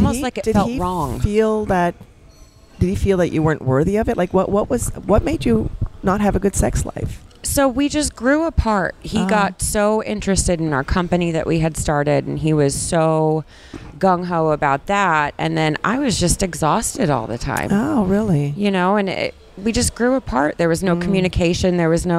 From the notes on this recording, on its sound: Join us on location at Hedonism II Resorts in Jamaica.